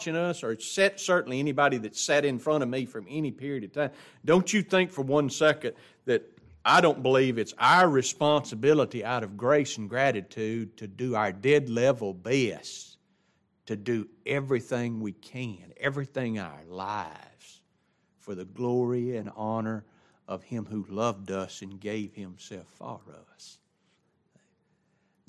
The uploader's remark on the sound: It was taught in the adult Bible class of Grace Baptist Church in Ruston Louisiana.